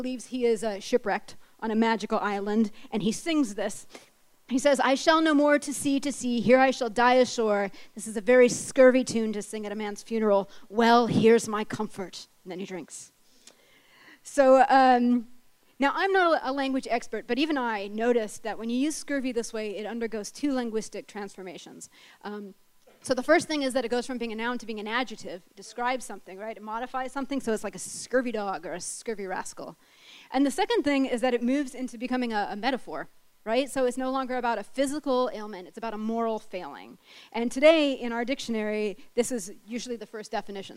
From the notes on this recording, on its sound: A special night of short talks. As part of The Long Now Foundation's “Conversations at The Interval” Salon Talks. These hour long talks are recorded live at The Interval, our bar, cafe, & museum in San Francisco.